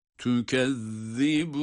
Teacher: tükezzibun zel harfi peltek ve duruşumuz meddi arız ile